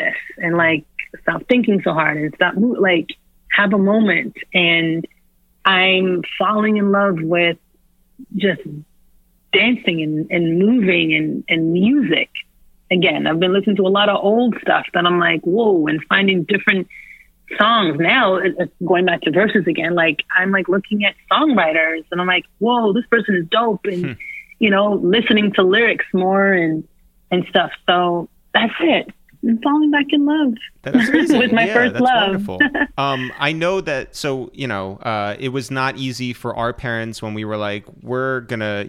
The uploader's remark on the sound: QUARANTINE RADIO. We call up legendary choreographer. While we're all social distancing. We get on the phone with Fear of God designer.